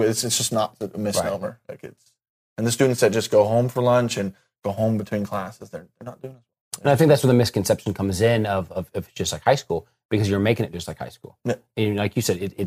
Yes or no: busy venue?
no